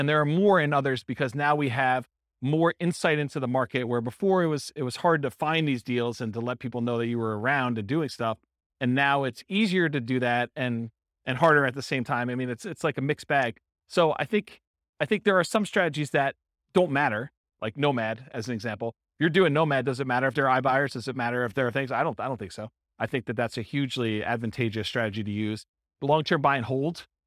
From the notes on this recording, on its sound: This was a live class recorded